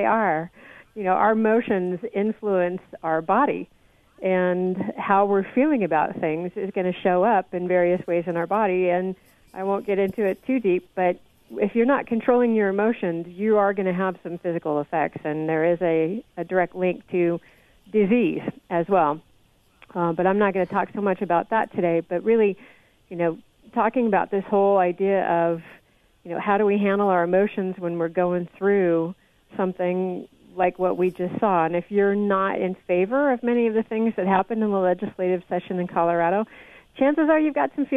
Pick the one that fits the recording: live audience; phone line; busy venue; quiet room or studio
phone line